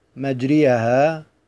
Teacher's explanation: بإمالة الراء والألف إمالة كبرى، وذلك بأن ينطق بالفتحة قريبة من الكسرة وبالألف قريبة من الياء